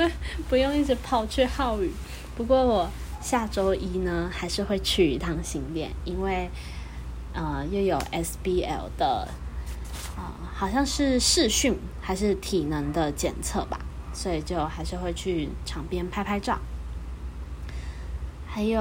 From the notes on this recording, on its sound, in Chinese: 這集家庭錄音室聽到的窗外的車聲呢。